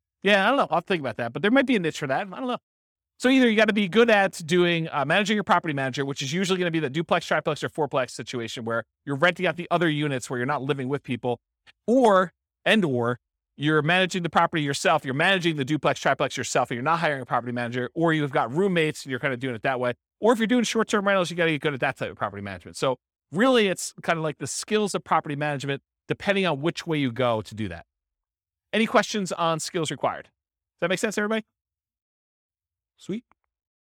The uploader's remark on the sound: This was a live class recorded